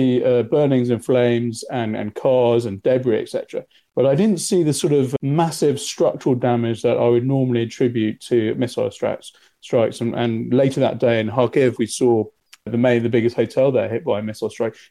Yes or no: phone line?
no